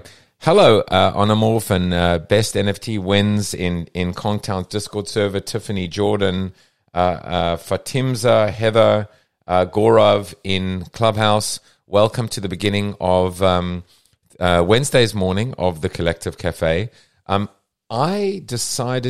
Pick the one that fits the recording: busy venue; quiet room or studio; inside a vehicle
quiet room or studio